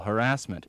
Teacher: the pronunciation of the word harassment with stress on the second syllable